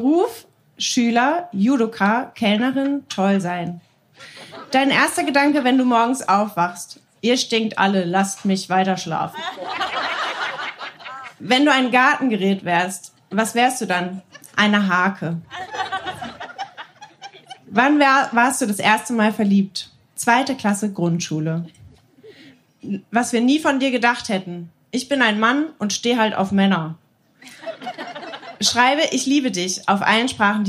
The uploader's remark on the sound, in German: Von der „texte von gestern“-Liveshow am 22.07.2021 im Kulturhaus Insel der Jugend, Berlin. Heißen Dank an das Kulturhaus Insel, unser tolles Publikum.